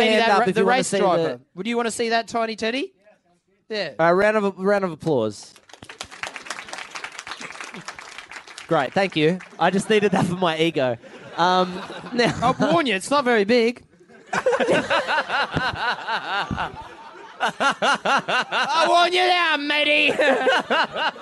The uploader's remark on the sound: LIVE from the Factory Theatre Sydney